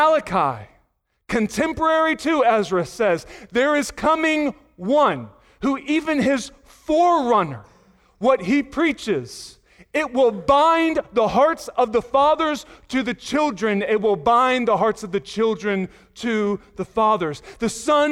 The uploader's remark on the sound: Sunday Morning Sermon Audio